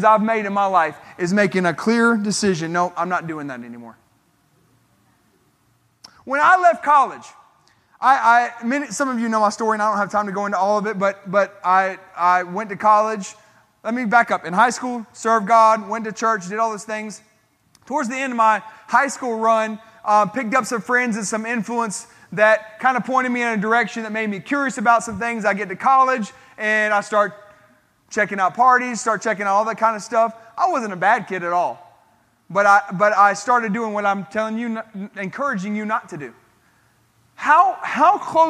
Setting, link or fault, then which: setting, large echoing room